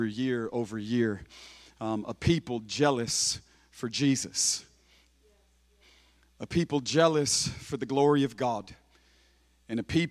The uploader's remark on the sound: preaching for Converge Conference at Griffin Center Pointe Church in Griffin, GA.